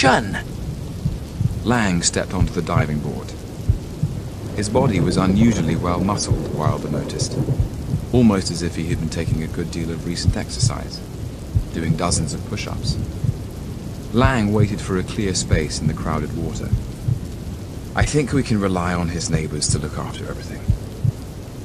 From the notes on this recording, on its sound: As the rain pounds against the window and thunder echoes in the distance.